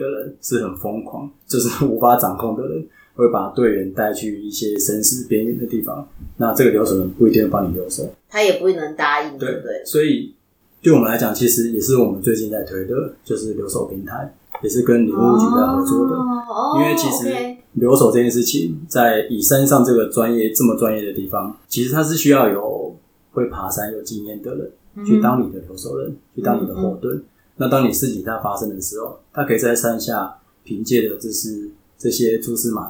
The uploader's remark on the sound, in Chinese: 這次換了新的錄音環境(終於可以跟垃圾車音樂 say 8181) 導致收音不清楚